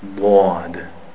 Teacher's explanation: The dwad is pronounced from the sides of the tongue and through the molars, close to the molar teeth, to the top of the mouth.